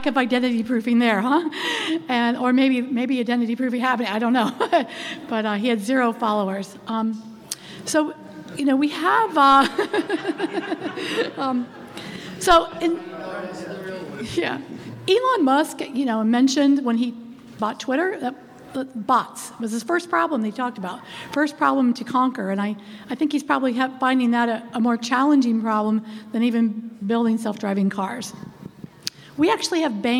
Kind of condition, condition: setting, busy venue